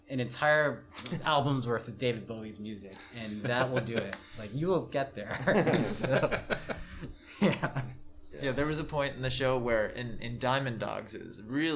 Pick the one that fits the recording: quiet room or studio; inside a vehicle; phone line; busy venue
busy venue